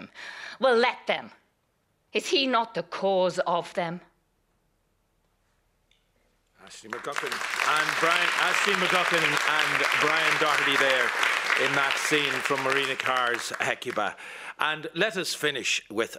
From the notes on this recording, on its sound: Tonight's Arena comes live from the Project Arts Centre in Temple Bar as Rough Magic celebrates 40 years.